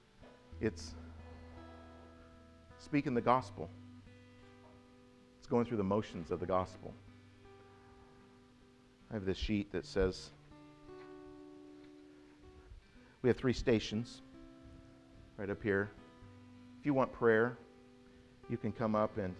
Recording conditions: large echoing room